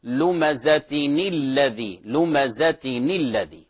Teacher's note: فللتخلص من التقاء الساكنين كسرت الأولى فنقول لمزتني الذي · Term: التقاء ساكنين